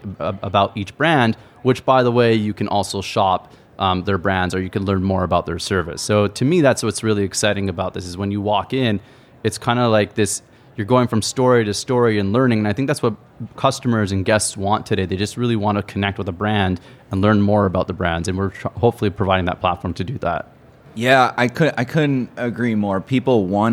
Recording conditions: live audience